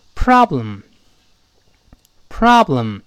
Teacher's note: pro 最重，后面像下滑梯一样就滑下来了